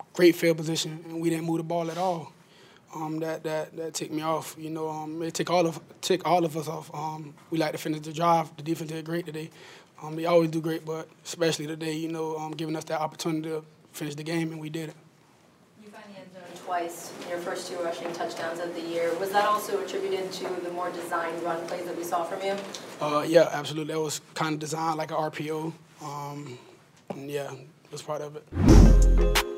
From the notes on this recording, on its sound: Colts-Ravens Week 3 Postgame Press Conference.